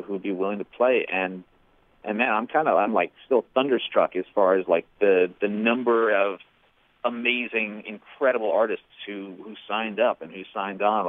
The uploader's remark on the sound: called in to chat